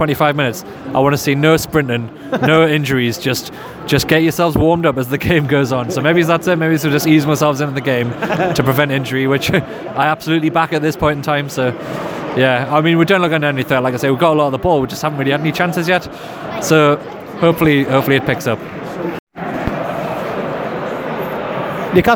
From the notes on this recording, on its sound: Were at the match and recorded a match-day podcast. Here it is for all to hear straight from SJP.